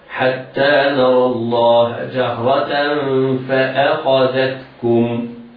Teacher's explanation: نطقناها تاء منونة بالفتح. إذا وقفنا عليها نقف عليها بالهاء هكذا: حتى نرى الله جهرة.